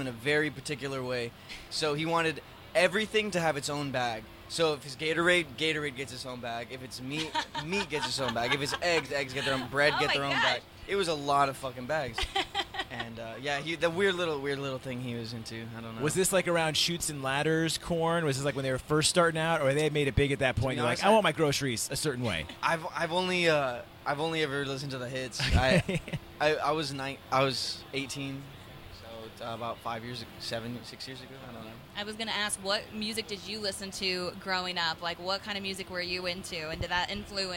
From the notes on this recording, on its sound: The Mix is live backstage at Lollapalooza 2023! The artist swung by the Mix tent backstage at Lollapalooza.